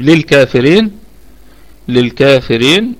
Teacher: للكافرين الكلمة كلها مرققة والراء مرققة أيضا في الوصل والوقف. للكافرين الكاف فيها مد طبيعي وصلا وقفا.